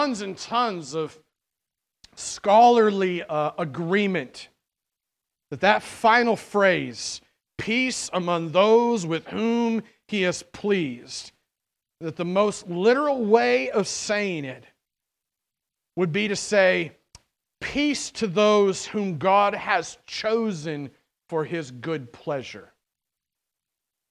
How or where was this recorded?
large echoing room